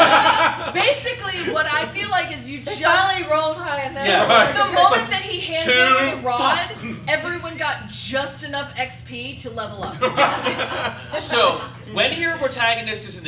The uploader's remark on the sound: LIVE at MOBICON 2018